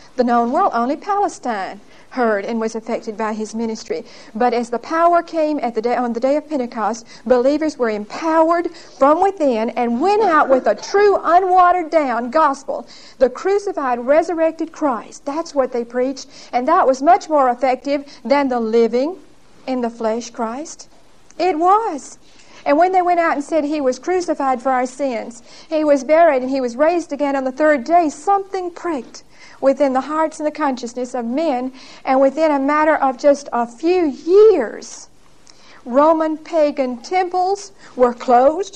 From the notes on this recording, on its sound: Recorded 10/28/1975 at Whitesburg Baptist Church.